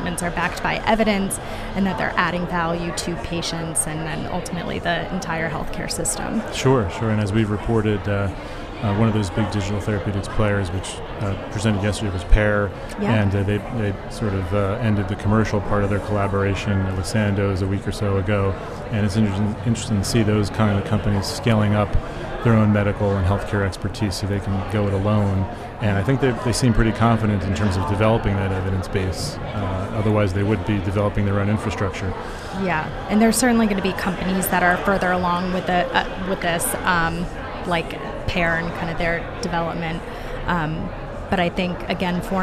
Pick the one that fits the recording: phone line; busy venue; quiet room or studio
busy venue